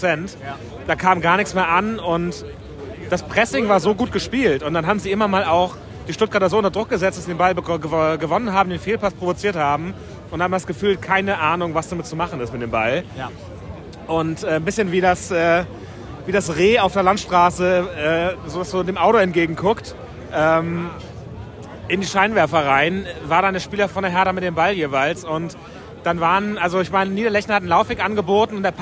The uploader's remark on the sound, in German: Live-Reportage aus dem Berliner Olympiastadion